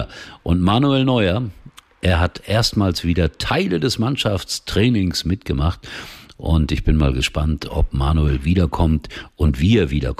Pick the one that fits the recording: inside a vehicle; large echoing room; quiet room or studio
quiet room or studio